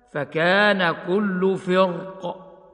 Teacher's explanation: الاستعلاء وهو القاف وقع مكسورا بعد الراء، وكسره أضعفه، ولذلك قالوا إذا وقفنا على الكلمة وسكنت القاف من أجل الوقف ففي هذه الحالة التفخيم أولى